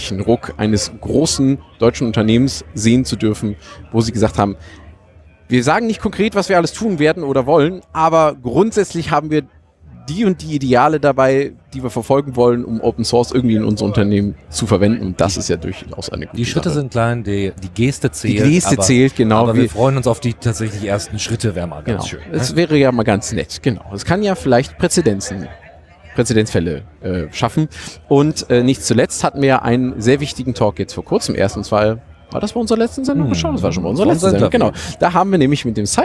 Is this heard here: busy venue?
yes